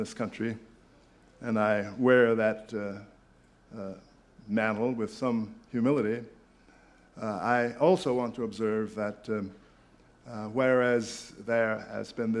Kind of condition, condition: setting, busy venue